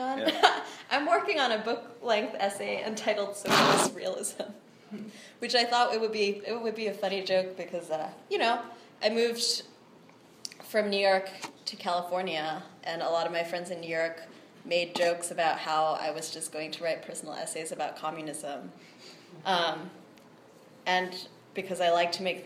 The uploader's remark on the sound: This episode of IRL was recorded live at the Poetic Research Bureau in Chinatown, Los Angeles.